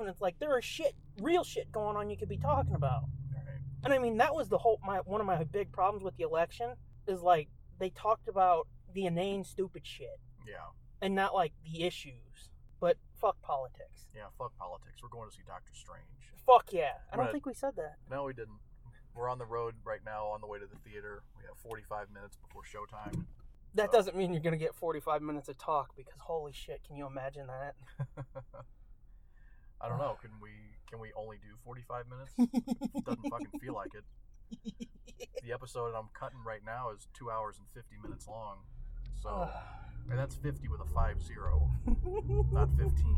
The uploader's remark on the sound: Forgive the sound quality as we deliver all of that and so much more in this special road edition of The Nerd Blitz.